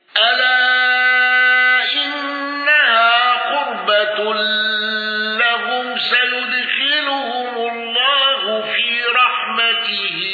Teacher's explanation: أبو عمرو بتوسط المنفصل وإبدال الهمز